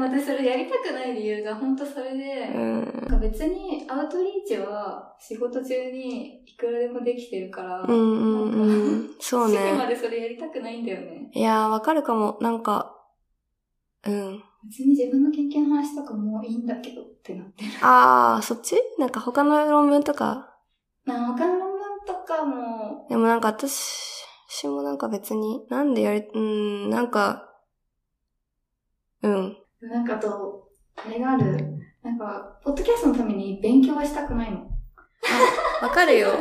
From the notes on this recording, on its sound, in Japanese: 運営会議議事録（雑音多めです、すみません）。音ひどすぎますか？ギリ聞けるレベルではある？机を触っちゃう音だけは気をつけよ。